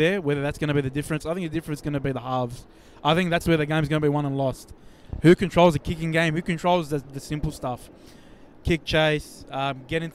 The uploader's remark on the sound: ON LOCATION from ANZ Stadium